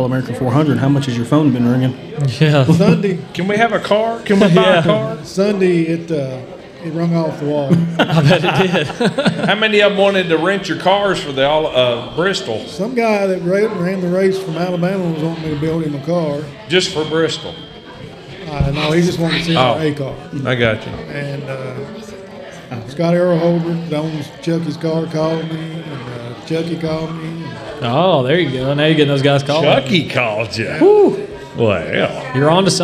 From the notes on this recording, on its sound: LIVE from the Brickyard Cafe